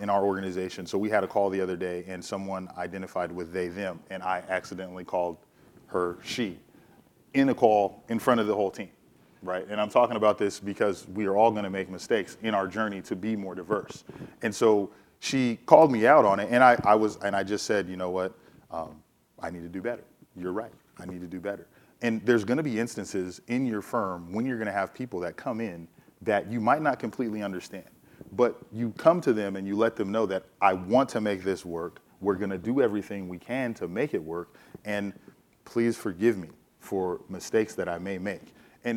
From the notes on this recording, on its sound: In front of a live audience at BNY Mellon Pershing.